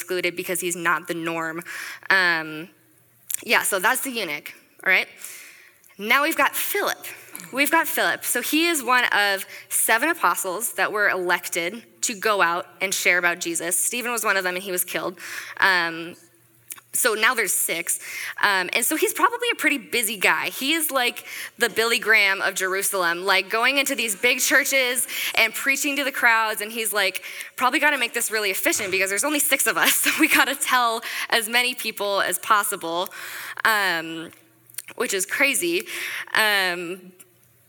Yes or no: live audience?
yes